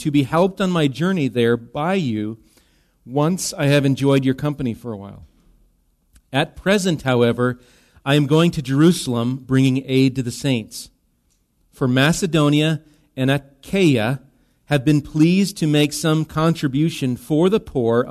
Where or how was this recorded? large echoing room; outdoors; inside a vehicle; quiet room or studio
large echoing room